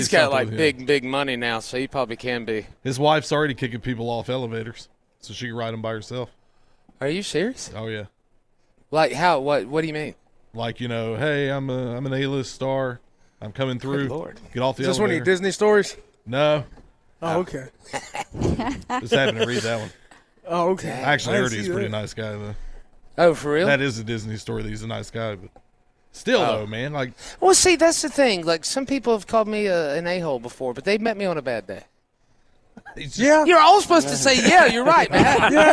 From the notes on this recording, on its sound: WE ARE LIVE AT BON SECOURS WELLNESS ARENA FOR THE LEO SANTA TOY DRIVE